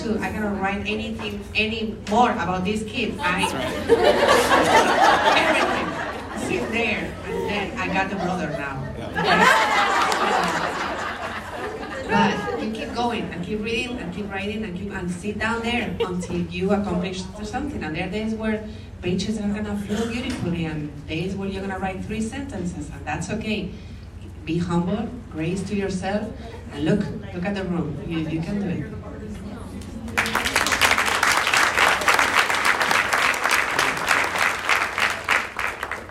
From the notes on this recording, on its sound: Live Podcast from San Antonio - Texas National Board Coalition for Teaching Annual Conference. The Texas National Board Coalition for Teaching hosted the National Board Conversations team to perform a podcast in front of a live audience at their annual conference. The episode features a panel of speakers from Texas.